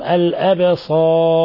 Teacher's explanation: وحينما نقف على الراء نقف عليها بالتفخيم